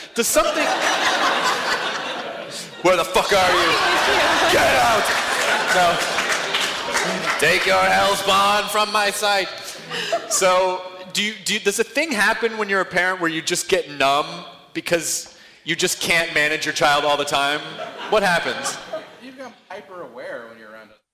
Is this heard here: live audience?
yes